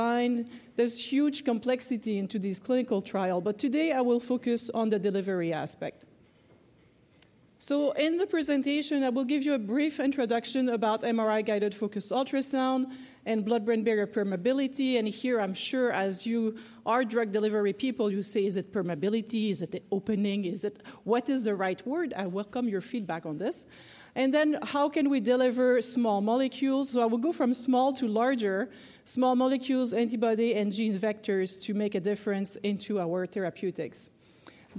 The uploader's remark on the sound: first recorded at the 2nd annual Drug Delivery West conference